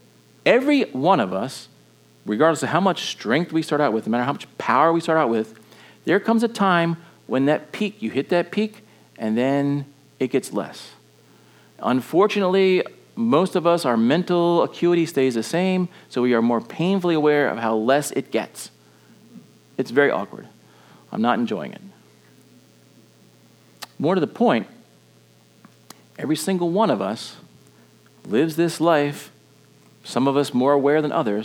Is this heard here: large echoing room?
yes